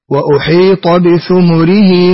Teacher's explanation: ضممت الثاء والميم في قوله ثمر · Term: بضم الثاء والميم